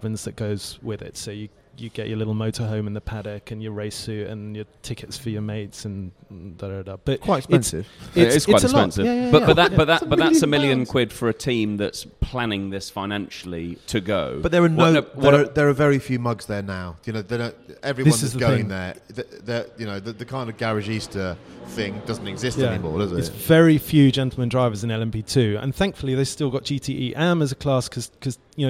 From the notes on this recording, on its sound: live from Goodwood!